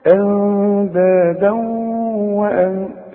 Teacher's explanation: بنقول التنوين اللي بعد واو بيحصل ادغام، يبقى ادغام بغنة